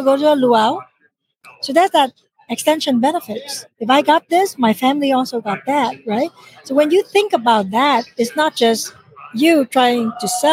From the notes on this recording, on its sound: LIVE from SmileCon